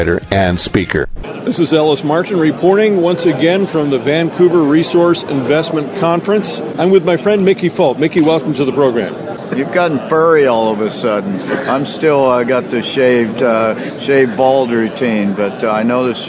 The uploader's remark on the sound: from the Vancouver Resource Investment conference